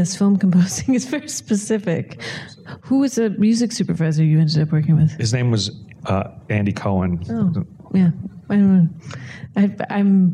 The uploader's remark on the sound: in a Q&A at the DGA theater in New York